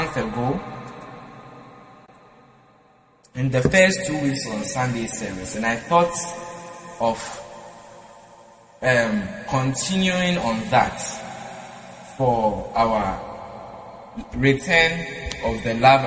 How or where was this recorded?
large echoing room